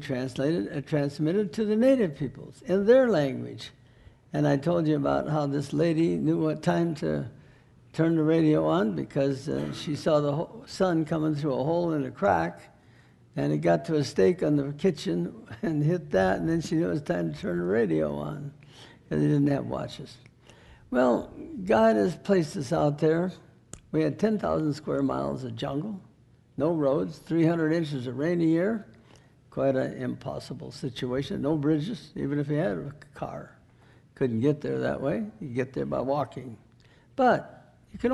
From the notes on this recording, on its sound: NBC 2009 Missions Conference. Sermon was recorded October 12, 2009 at Northside Baptist Church of Elkhart, Indiana.